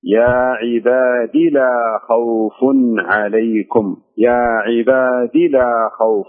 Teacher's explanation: إيه شوفي في كلمة يا عبادي لاحظ الدال لا يوجد بعدها يا فنقرأها بالكسر